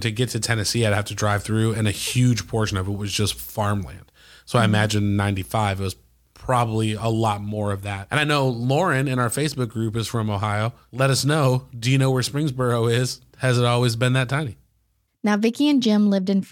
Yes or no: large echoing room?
no